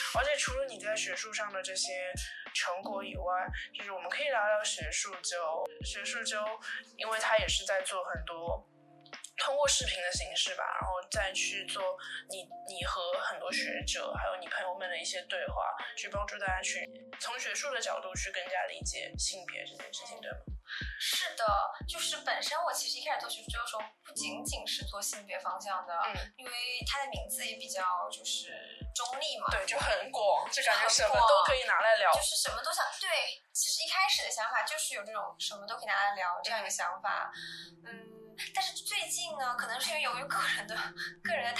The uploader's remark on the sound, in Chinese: 这是我录制的第二期播客，在技术上我遇到了一些难题。虽然剪辑了三遍，但是声音效果还是有很大的提高空间。